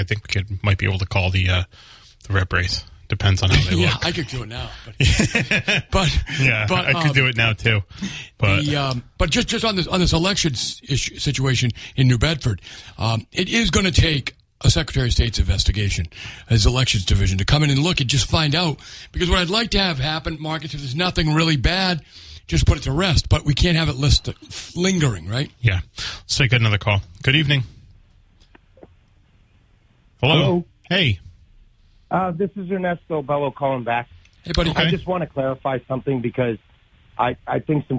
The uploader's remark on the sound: They get calls from the audience on their voting experiences in the SouthCoast.